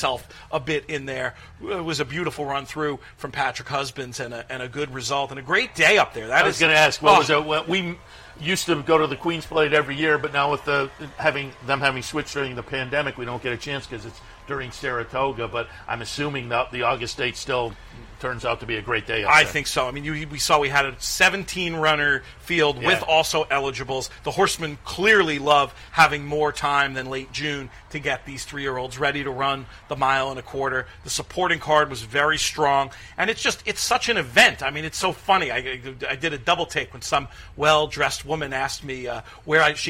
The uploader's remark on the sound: live from Saratoga Race Course